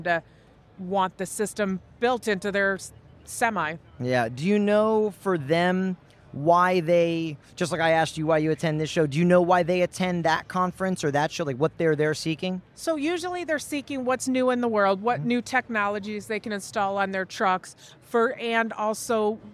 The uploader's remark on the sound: Live from ExhibitorLIVE.